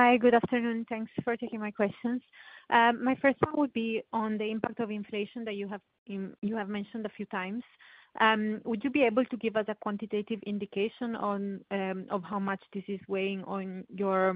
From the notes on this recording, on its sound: 2023 Q2 Results Conference Call. Ferrari N.V. 2023 Q2 Results Conference Call.